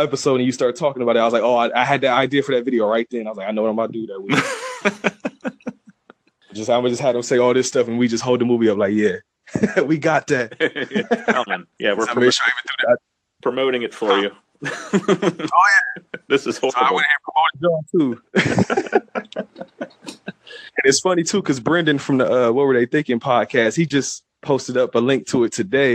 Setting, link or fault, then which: link, phone line